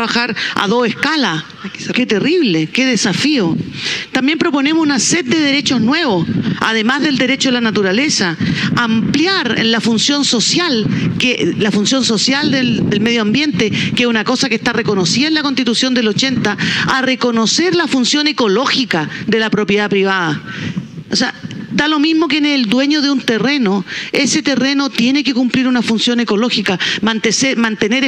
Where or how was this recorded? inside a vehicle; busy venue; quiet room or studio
busy venue